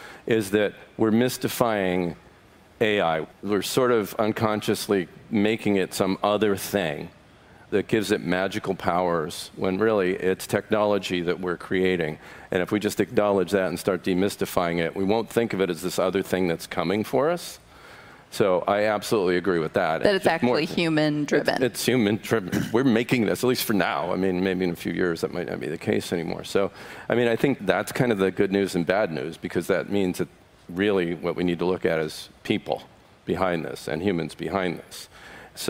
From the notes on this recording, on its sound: I had a chance to participate in a panel discussion. On the main stage of Augmented World Expo on the opening day.